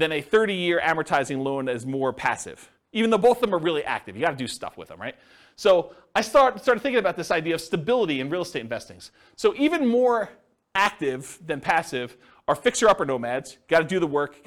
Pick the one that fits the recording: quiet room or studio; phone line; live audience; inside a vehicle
live audience